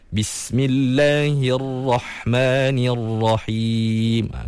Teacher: Kena angkat sikit pangkal lidah tu biar ra tu lebih tebal.